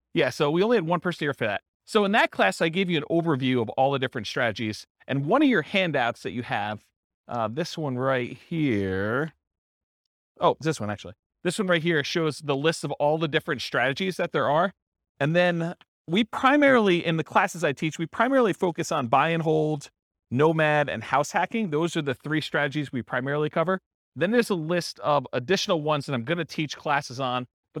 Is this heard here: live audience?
yes